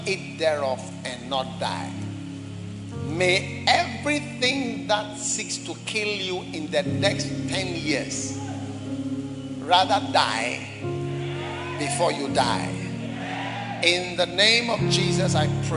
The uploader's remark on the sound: Preached at the Prophetic Encounter Service, First Love Church, Accra.